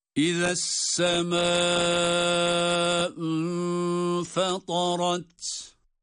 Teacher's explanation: İzâ semâ'u derken meddi muttasıl, yani en az iki elif miktarı uzatılacak bir med çeşidi.